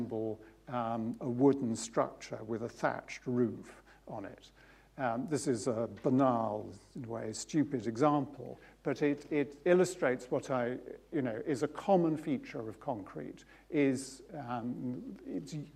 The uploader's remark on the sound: UCL Lunch Hour Lecture